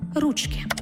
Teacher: Якщо ж ручки вживають у значенні кінцівок, то у називному відмінку множини наголос падає тільки на перший склад – ручки.